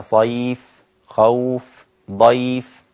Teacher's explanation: من خوف، فيكون التقاء الساكنين أيضا في حالة الوقف هنا في كلمة واحدة، الواو مع الفاء، الواو حرف اللين مع الفاء، كذلك صيف، خوف، ضيف، كلها الساكن الأول جاء حرف لين ثم بعد ذلك تبعه الحرف الذي سكنته من أجل الوقف، فأصبح هنا التقاء الساكنين من أجل الوقف في كلمة واحدة، في كلمة واحدة.